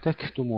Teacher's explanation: تكتم بالهمس وليس بالقلقلة، الكاف